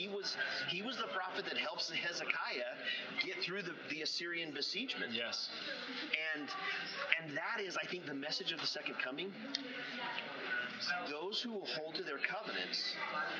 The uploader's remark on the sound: I am sorry for the background noise. Somehow, the microphone settings got skewed and captured way too much background sound in the student lounge at the Pocatello Institute.